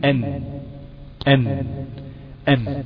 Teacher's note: النون تخرج من طرف اللسان، طرف اللسان مع ما يقابلها من الحنك الاعلى، اي اصول الثنايا العليا